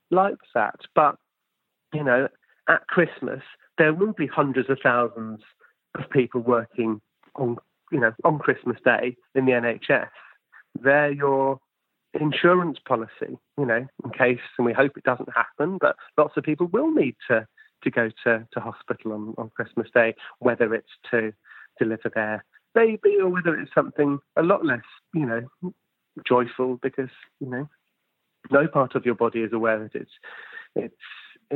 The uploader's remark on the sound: over the phone